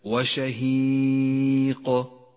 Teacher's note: قف بالقلقلة على حرف القاف في كلمة وشهيق، سكن سكونا عارضا بسبب الوقف فلزمت له القلقلة